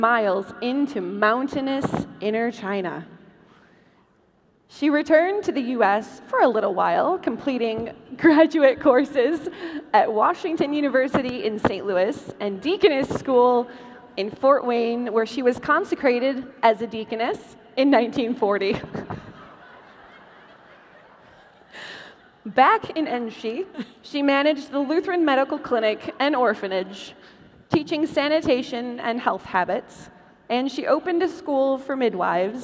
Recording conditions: busy venue